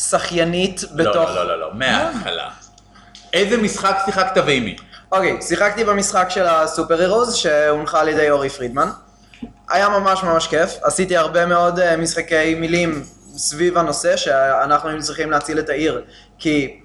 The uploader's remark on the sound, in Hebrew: חלק שני של ההקלטה שערכנו בערב המשחקים הגמדי ברומ"ח